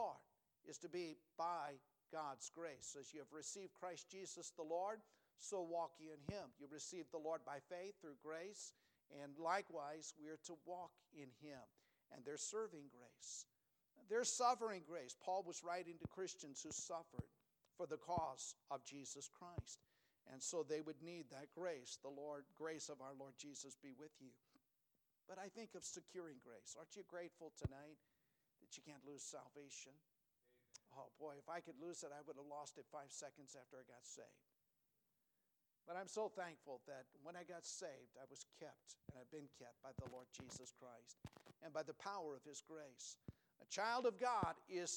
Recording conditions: large echoing room